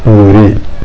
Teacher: الأصل فيها الترقيق في حالة الوصل نذري لأنها الراء مكسورة